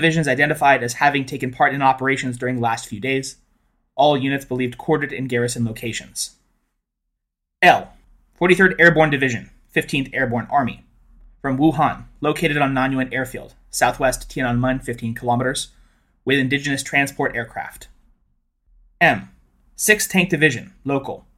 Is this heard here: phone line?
no